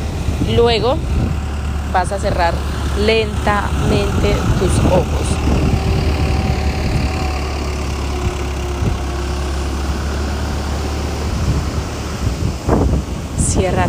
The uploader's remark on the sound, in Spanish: con sonido de las olas de mar y del viento desde México